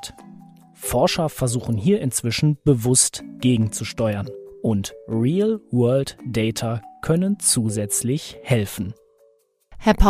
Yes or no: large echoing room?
no